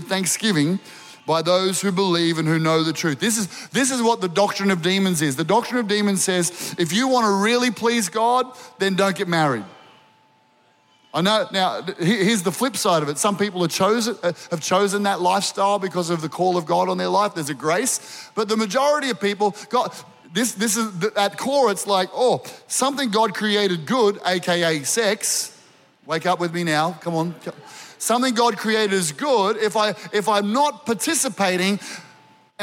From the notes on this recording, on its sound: Recorded during our 9am service on Sunday, the 22nd of October 2023.